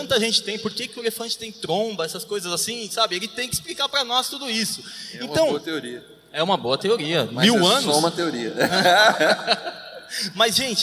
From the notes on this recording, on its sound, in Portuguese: Nosso primeiro cast gravado ao vivo na Convenção Nacional do Jovem Promessista.